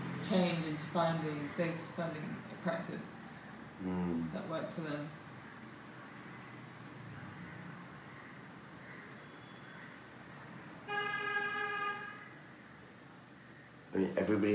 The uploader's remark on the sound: This episode was filmed in Mumbai, apologies for the Indian surround sound throughout which kind of adds to the atmosphere.